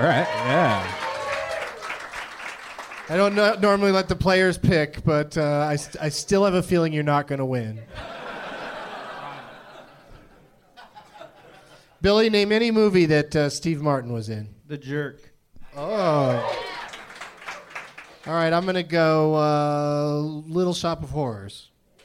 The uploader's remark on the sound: Live from the American Comedy Company in San Diego